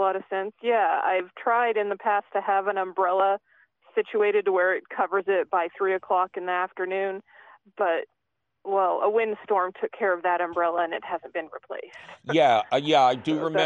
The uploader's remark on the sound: take your phone call questions!